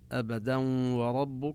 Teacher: إذن أبدا نظهر النون التي في التنوين، أبدا كذلك إذا وقفنا بالألف، وإذا وصلنا أبدا وربك ندغم التنوين بالواو. النون الساكنة التي تظهر لفظا عند التنوين تدغم بالواو إدغاما بغنة